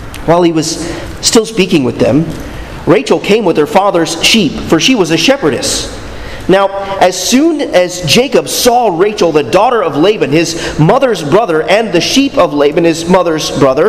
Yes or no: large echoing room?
yes